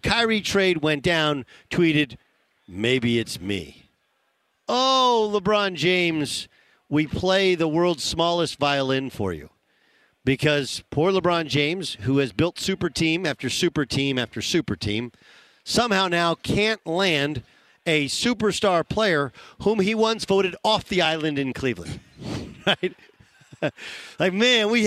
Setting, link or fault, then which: setting, busy venue